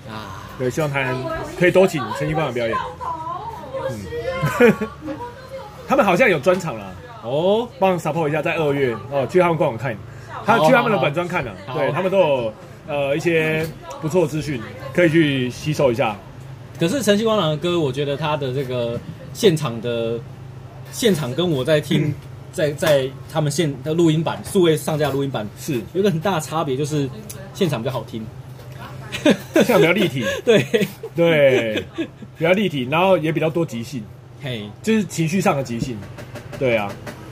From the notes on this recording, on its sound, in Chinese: 錄音地點：牽咖啡 Chen Coffee